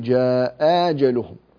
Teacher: هذه في هذه الكلمة همزتان متفقتان من كلمتين، فورش في هذه الحالة يبدل الهمزة الثانية حرف مد بمقدار حركتين فيقول جاء أجلهم، أو أنه يسهل فيقول جاء أجلهم.